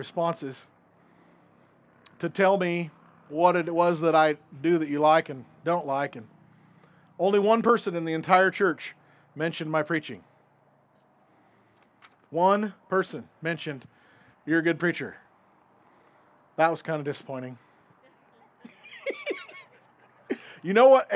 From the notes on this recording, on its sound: This recording is from an outdoor service - so you will hear highway and wind noise